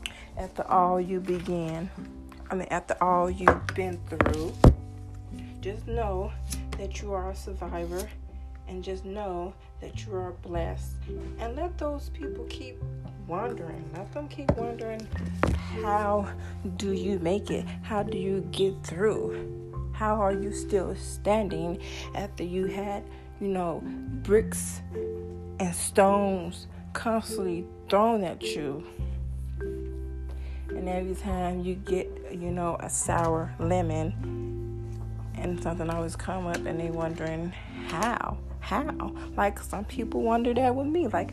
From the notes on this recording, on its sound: sorry once again for the noise